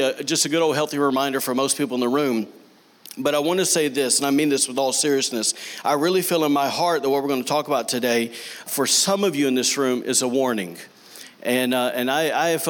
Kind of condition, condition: setting, large echoing room